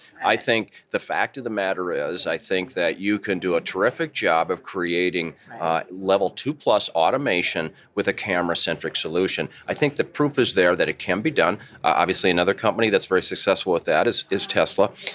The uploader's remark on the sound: Reporting live from the Consumer Electronics Show in the Mojave Desert. Also, a live interview with executives from Infineon and Texas Instruments.